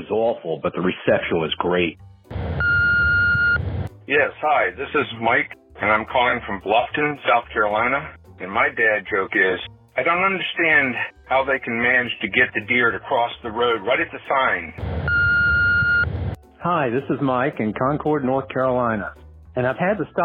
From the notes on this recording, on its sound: I have compiled jokes recorded by our listeners through my voicemail service over the past week.